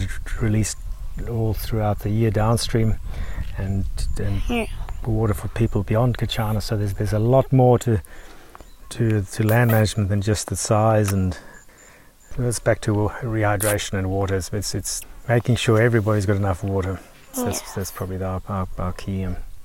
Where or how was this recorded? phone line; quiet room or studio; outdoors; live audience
outdoors